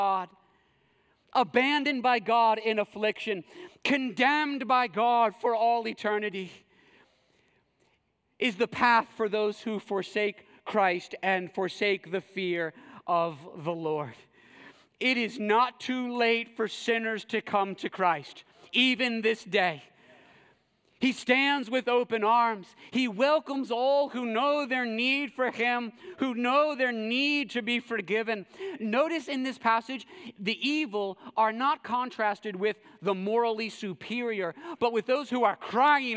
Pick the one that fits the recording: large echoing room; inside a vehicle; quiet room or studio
large echoing room